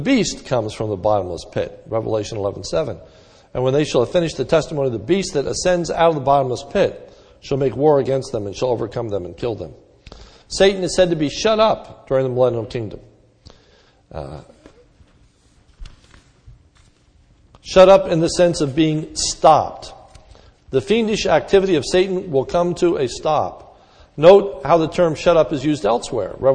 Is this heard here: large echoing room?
yes